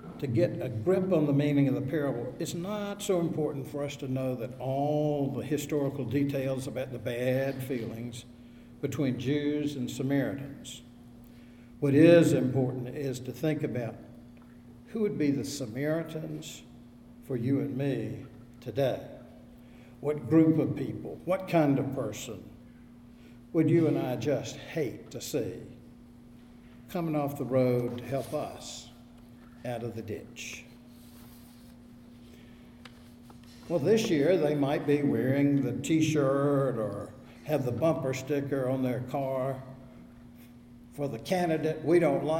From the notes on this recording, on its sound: Audio from the service was not available; this recording is from the Wednesday noon service of First Presbyterian Church, Raleigh.